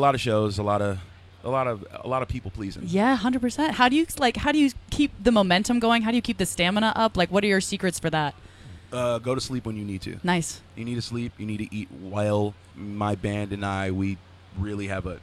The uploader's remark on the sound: The Mix is live backstage at Lollapalooza 2023!